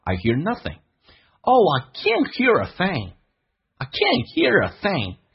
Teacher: hear 跟 a 有一个连音叫 hearer